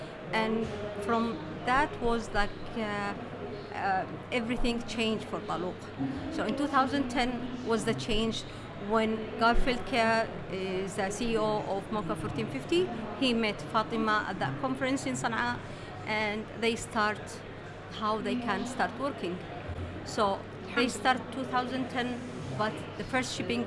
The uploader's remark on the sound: Live at WOC Dubai. Live-streamed from the show floor at World of Coffee Dubai 2024.